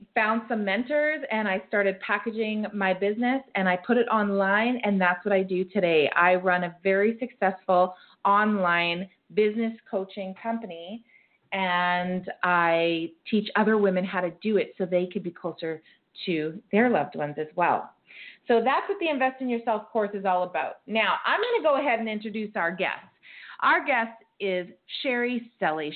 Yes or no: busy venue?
no